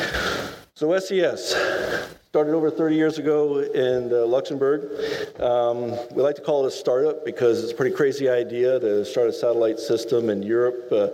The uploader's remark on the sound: This weeks podcast is a live recording from the Canadian Space Summit.